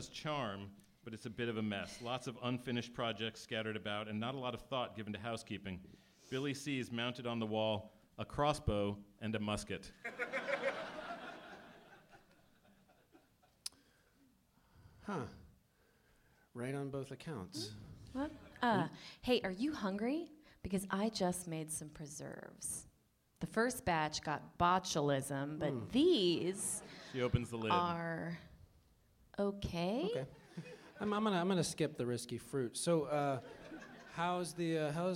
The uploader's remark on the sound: This month's episode was recorded live at SF Sketchfest 2019.